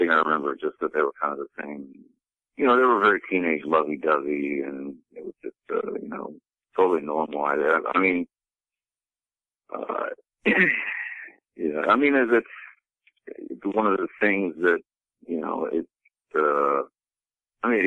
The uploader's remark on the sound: Listeners Call Into the Show